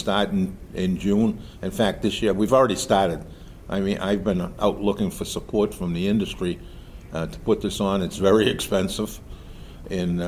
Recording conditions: busy venue